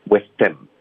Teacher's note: with him 我们连读 h 的音省略